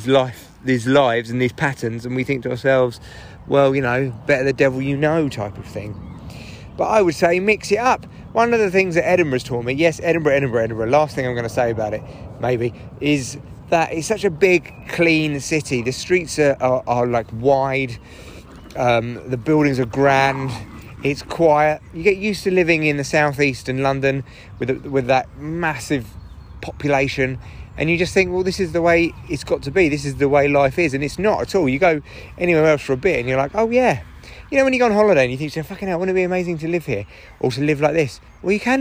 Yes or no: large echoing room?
no